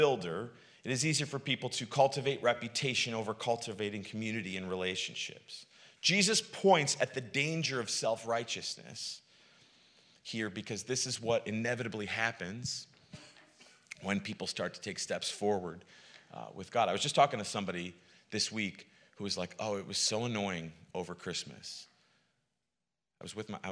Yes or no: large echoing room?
yes